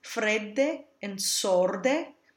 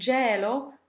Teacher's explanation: Always remember that double consonants have no bearing on whether an E or an O is open or closed. The words fredde and sorde both have closed vowels, but gelo is an open epsilon E. The rule whereby two consonants, either the same or different ones in a row, open a vowel is only a rule in German diction, not in Italian.